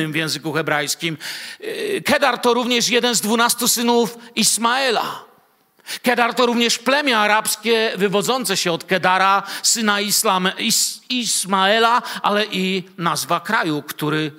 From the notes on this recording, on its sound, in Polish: Wykład nagrano podczas nauczania Słowa w Kościele „Filadelfia” Bielsko Biała